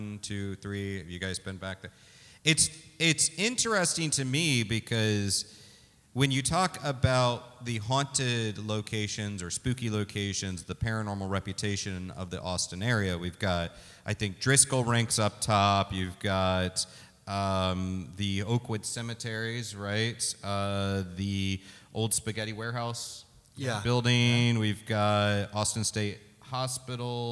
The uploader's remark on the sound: Talking Weird Austin at RTX (Live!). It's Talking Strange Live as we take the spookiness on the road to the Rooster Teeth RTX Austin convention. Recorded before a live audience.